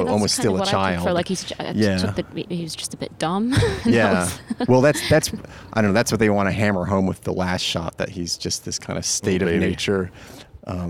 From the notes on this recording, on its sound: Cannes Day Five. Amidst the jubilance of a French wedding. On the top of the Palais.